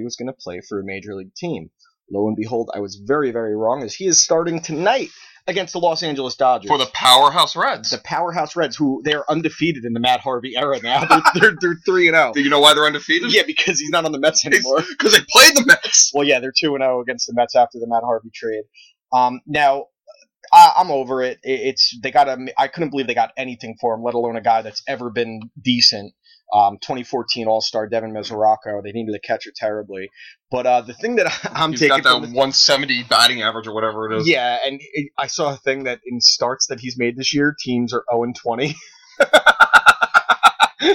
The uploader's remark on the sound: audio issues plagued this episode so we salvaged the best we can